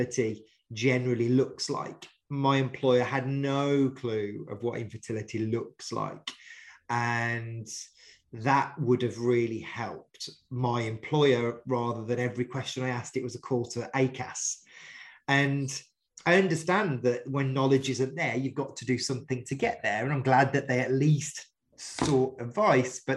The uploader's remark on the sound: one of our original zoom conversations broadcast in 2022